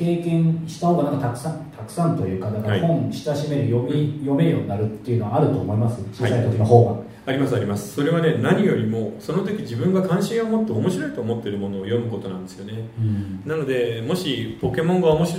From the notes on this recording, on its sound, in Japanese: 1月公開収録。